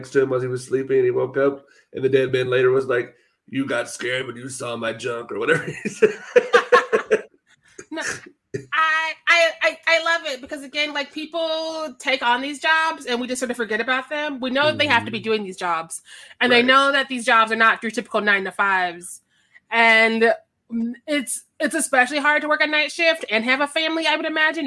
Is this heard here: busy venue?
no